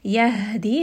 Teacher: ha here is going to be from the chest